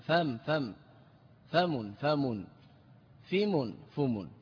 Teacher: نقصه يعني حذف اللام وجعل الإعراب على الميم، نقص يسمى فم، فم، فم، فم، فيم، فم، ثلاث لغات، فم بفتح الفاء، وفيم بكسر الفاء، وفوم بضم الفاء، هذا يسمى النقص، يعني حذف اللام النقص اللغوي.